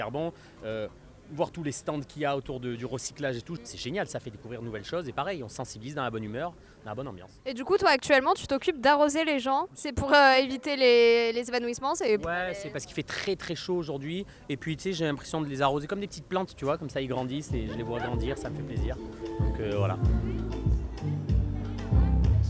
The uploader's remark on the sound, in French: Se sont fondues dans le décor du festival Clean My Calanques, festival qui a accueilli de nombreux invités et stands, le tout dans une ambiance zéro déchets.